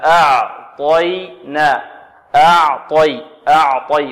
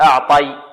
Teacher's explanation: فلابد من تسليك الحروف من بعضها، لابد من تخليص الحروف، لابد من تخليص الحروف وتسليكها من بعضها، أن نسلك المفخم من المستفل والمستفل من المفخم، فنخلص العين والياء من الطاء، وكذلك نخلص الطاء من العين والياء. إذن نرقق العين ونفخم الطاء ونرقق الياء · Shown in: first take · هكذا أعطينا، أعطي أعطي، ولا نقول أعطي طاء نرقق الطاء، لا بل نفخمها طاء.